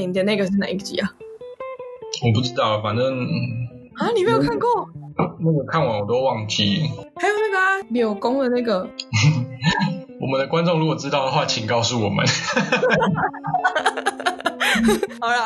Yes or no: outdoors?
no